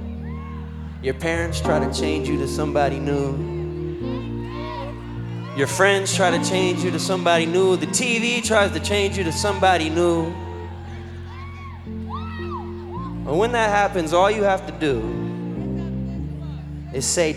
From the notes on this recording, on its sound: Live in Indianapolis. In other words, they were totally unrehearsed.